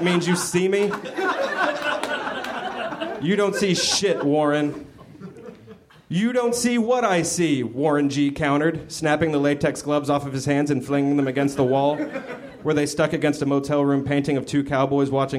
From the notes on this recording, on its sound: Recorded at the Nerdmelt Theater, July 15, 2013.